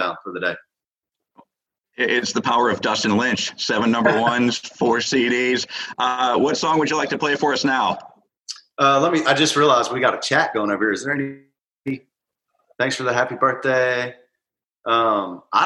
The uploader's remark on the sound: Joined Houston radio station, The New 93Q for a private performance via Zoom.